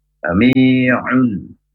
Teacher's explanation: mi panjang, dua harokat